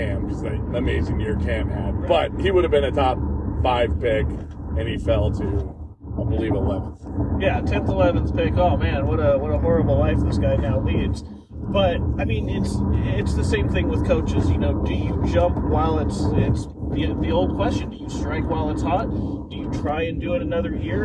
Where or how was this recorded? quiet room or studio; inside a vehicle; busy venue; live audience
inside a vehicle